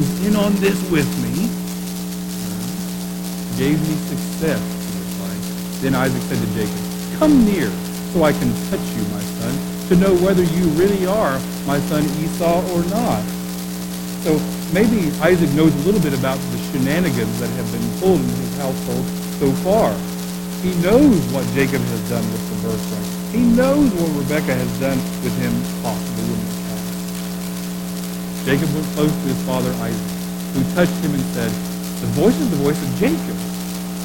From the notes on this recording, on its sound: We apologize for the poor quality audio.